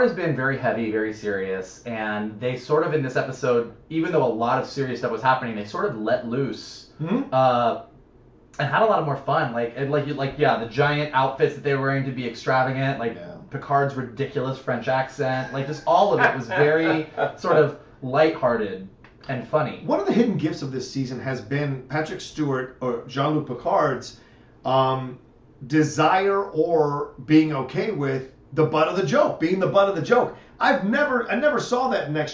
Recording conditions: poor microphone